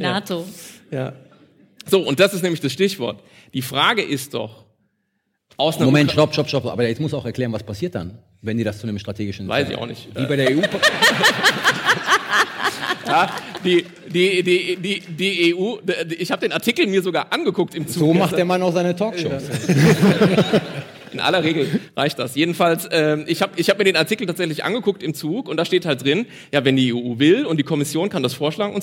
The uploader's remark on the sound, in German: live in Berlin vor über 700 ZuschauerInnen in der Akademie der Künste